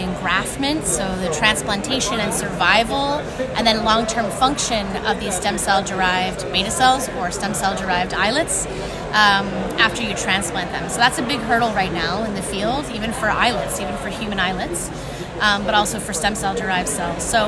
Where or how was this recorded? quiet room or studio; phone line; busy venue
busy venue